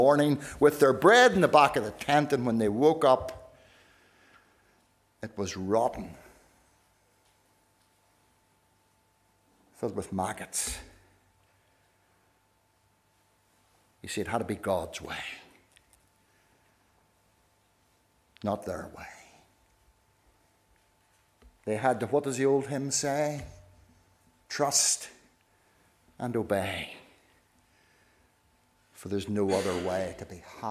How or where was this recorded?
large echoing room